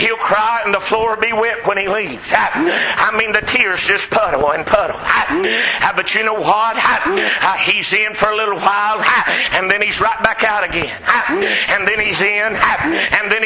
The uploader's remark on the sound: Preached at McCoys Chapel